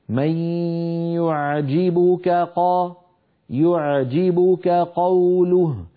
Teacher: الأمر الثاني مر معنا قوله تعالى ومن الناس من يعجبك قوله، يعجبك قا، لاحظ هنا التقى في النطق كاف وقاف، ونحن نعلم بأن الكاف والقاف متجاورين في المخارج، فعلينا أن ننتبه ونخلص صوت أحدهما من الآخر